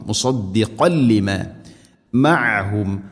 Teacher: മുസദ്ദിഖൻ മുസദ്ദിഖൻ ലിമ, മുസദ്ദിഖൻ തൻവീനു ശേഷം ലാം, ഇത് ഗാം ബിലാ ഗുന, തൻവീനിനെ ലാമിലേക്ക് ഇത് ഗാം ചെയ്ത് മണിക്കാതെ ഉച്ചരിക്കണം